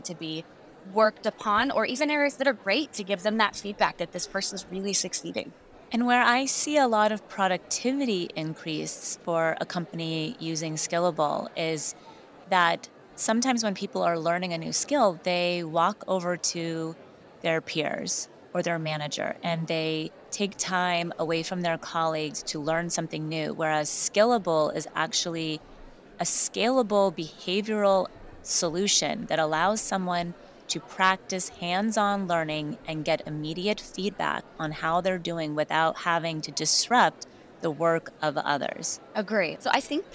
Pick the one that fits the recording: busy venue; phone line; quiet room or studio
busy venue